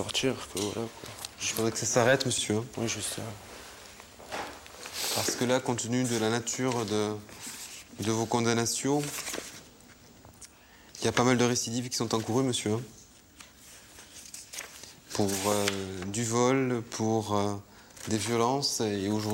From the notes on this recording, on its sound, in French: Exceptionnellement, l’enregistrement des audiences que vous allez entendre a été autorisé.